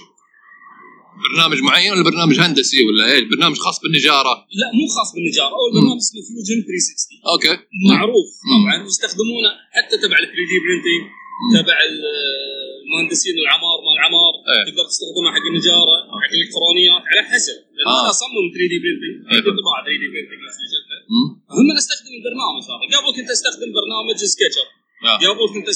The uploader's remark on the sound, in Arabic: سجلنا الحلقة من وسط معرض ميكرفير الكويت ولذلك ستسمعون بعض الازعاج في الخلفية ، فالمعذرة على الجودة المنخفضة للتسجيل